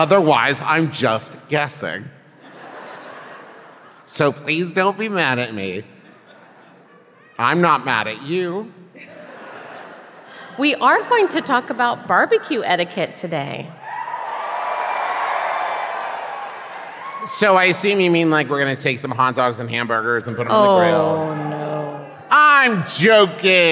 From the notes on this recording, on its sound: This week’s episode is the LIVE show from Kansas City, MO!